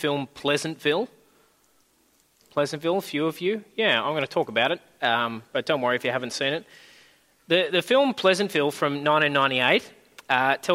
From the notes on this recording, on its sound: At a Church in the Graveyard service